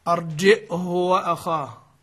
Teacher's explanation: قرأ بالاختلاس بكسرة غير مشبعة، يعني لم يتولد منها واو. أرجئه وأخاه، احنا قلنا الاختلاس في هذا الباب ليس مقصودا الإسراع بالحركة، وإنما هي حركة كاملة، لكن لا تتولد منها، لا يتولد منها حرف مد، لا يتولد منها حرف مد.